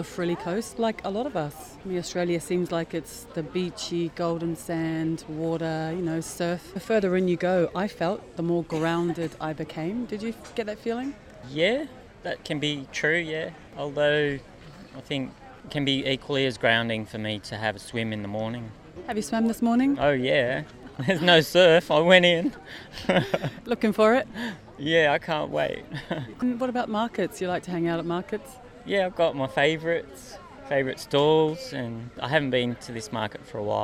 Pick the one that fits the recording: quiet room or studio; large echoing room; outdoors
outdoors